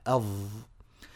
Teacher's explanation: والظاء تخرج من طرف اللسان مع اطراف الثنايا العليا